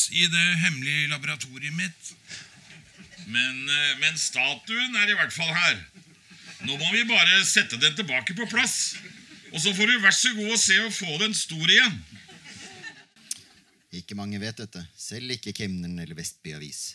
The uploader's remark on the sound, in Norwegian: Spilt inn under festivalen Sånafest, direkte foran publikum. Produsert av Sånafest.